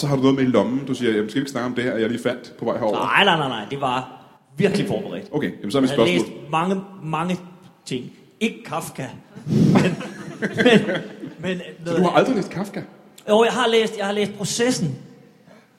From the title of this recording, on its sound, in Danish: Skuespilhuset #ZCF LIVE